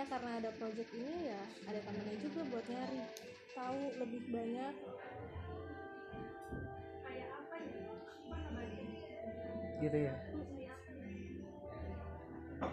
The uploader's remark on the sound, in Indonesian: Mohon maaf apabila suaranya sedikit kurang jelas dan sedikit berisik